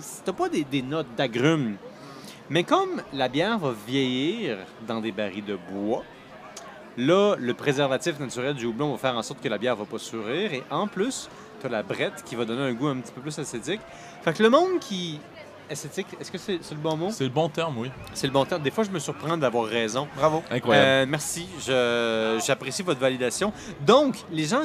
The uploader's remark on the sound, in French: Pour le temps d'une bière, votre animateur parle avec Pit Caribou, Pie-Braque et Hop Station lors du Festival des Brasseurs et des Artisans de Québec.